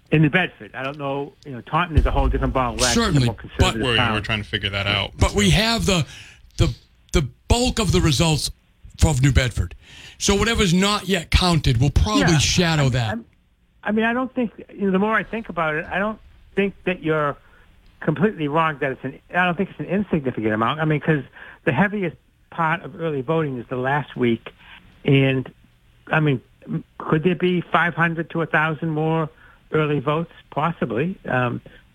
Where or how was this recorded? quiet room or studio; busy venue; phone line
phone line